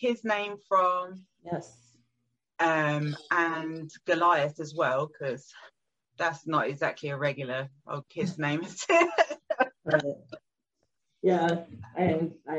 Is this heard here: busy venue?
no